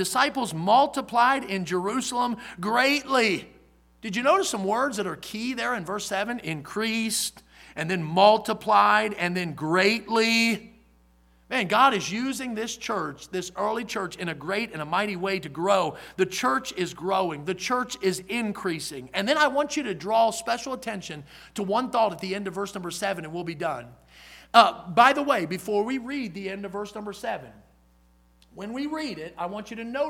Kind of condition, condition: setting, large echoing room